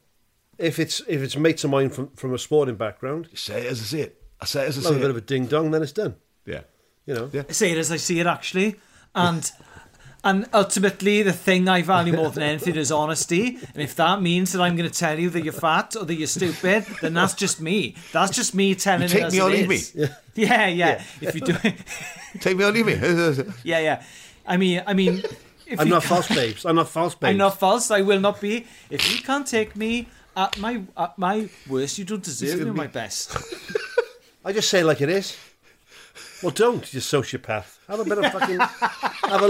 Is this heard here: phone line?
no